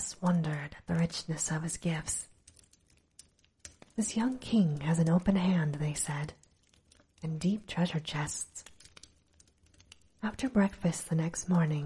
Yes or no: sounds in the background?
yes